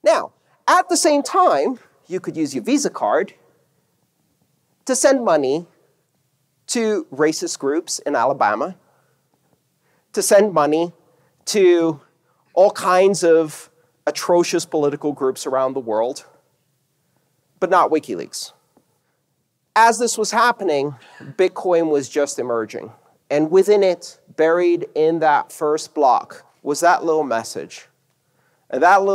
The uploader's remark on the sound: This talk took place on August 6th 2018 at 'The Internet of Money Tour' at the Hilton Denver Inverness in Colorado.